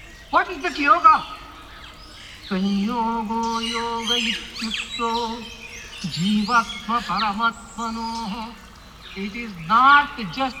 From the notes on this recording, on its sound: to the background soundscapes of Coorg coffee plantation